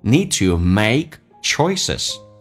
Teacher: Need 的 D 也去掉，长元音 E